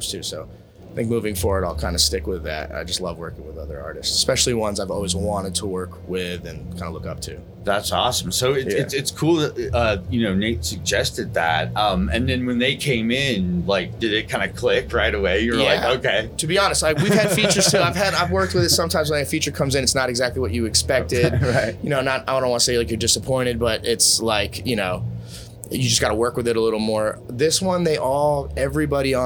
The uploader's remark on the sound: backstage at the High Sierra Music Festival